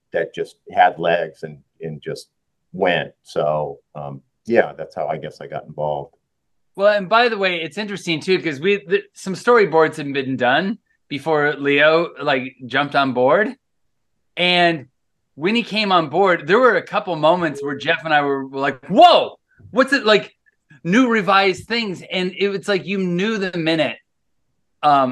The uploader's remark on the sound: We recently had the chance to sit down over Zoom.